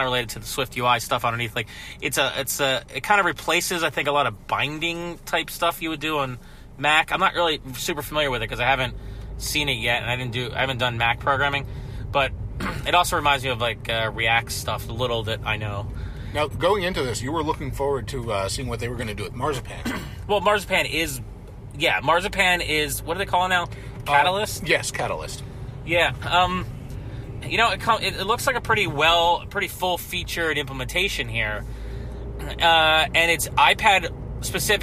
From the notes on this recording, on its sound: We recorded this on the car ride home from a movie, so the audio quality isn't great